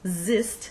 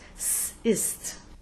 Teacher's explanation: it's not a voiced zist, but the unvoiced s ist.